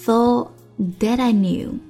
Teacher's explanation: thought 跟 that 爆破音后面跟着一个摩擦音，所以呢不完全爆破